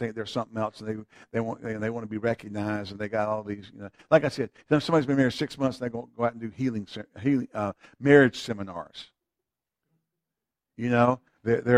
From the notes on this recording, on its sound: FVC Wednesday Evening Service (Audio). Faith and Victory Church of the Piedmont Triad.